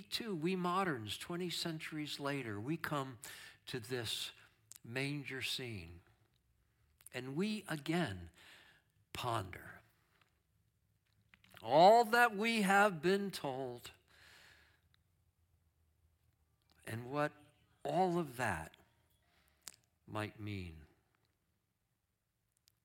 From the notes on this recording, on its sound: Streamed live on video from our campus in Westlake Village, CA.